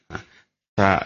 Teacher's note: Cara mengucapkan Sa umpamanya dengan digigit ujung lidah sedikit.